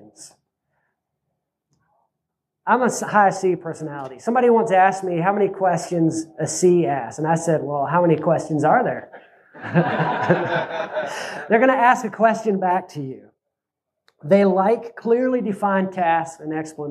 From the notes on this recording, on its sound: This is a replay of my Oct 2nd presentation at Self Reliance Festival in Camden, TN. This is a replay of my Oct 2nd presentation at Self Reliance Festival in Camden, TN.